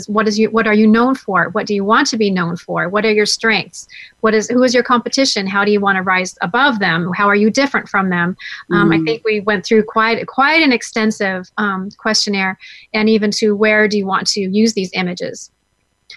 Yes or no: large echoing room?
no